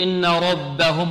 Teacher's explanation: لماذا فخمنا الراء؟ لأنها مفتوحة · Term: تفخيم